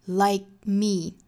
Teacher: like 后面的 k 的发音也是我们做不完全爆破啊，like me 而不是 likeme，白口型但是不 k 出来。